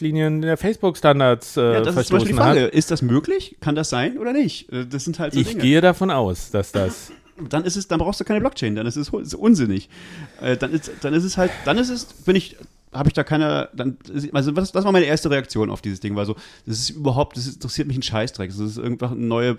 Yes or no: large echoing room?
no